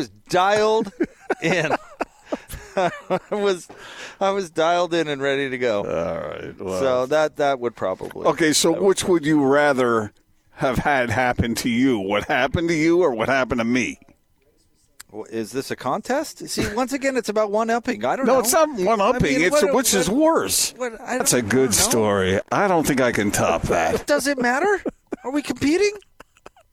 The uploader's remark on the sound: LIVE at The Warehouse